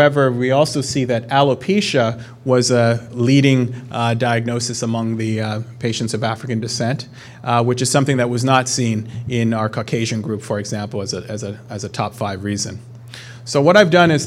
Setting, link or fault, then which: setting, live audience